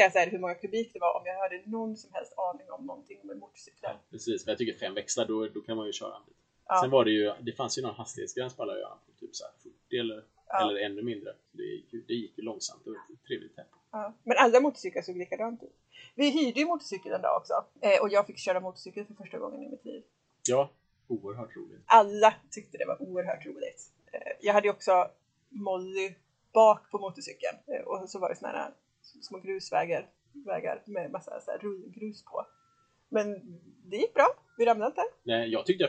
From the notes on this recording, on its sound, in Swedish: Om ni trodde ljudkvaliten inte kunde bli sämre så hade ni fel, vi ber om ursäkt för det.